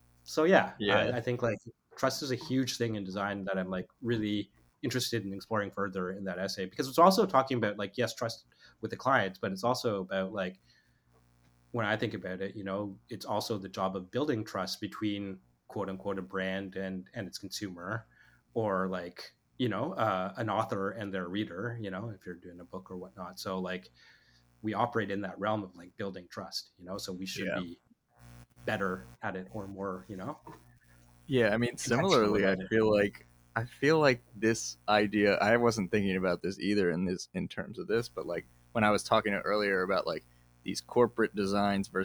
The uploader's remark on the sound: Please excuse slight buzzing throughout, as we had some technical difficulties during the recording.